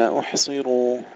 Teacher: تسكين الحاء بدون قلقلة وتفخيم الراء وتفخيم الصاد أيضا مكسورة والراء عند غير ورش.